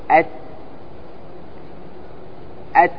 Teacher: انتبه: أت أت تخرج النسمة بعدما تفك لأنك تضغط على أت